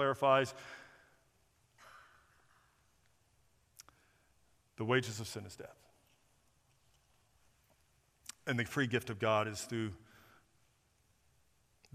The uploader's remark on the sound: Recorded at First Baptist Church of Orange Park on August 20, 2023.